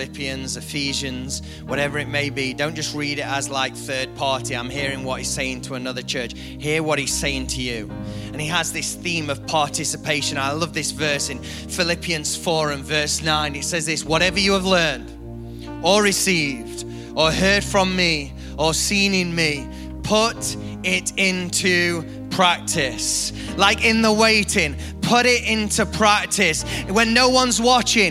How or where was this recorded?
large echoing room